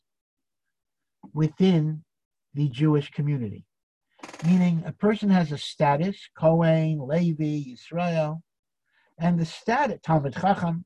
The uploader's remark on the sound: Zoom Classes.